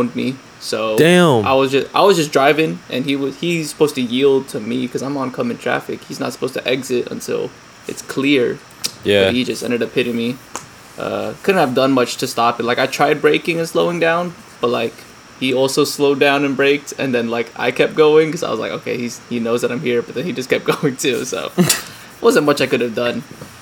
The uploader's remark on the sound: pardon the fan noise